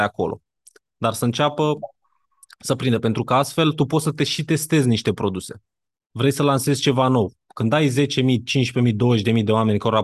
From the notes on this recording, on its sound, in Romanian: Conferinta Zoom Saptamanala EcomSchool.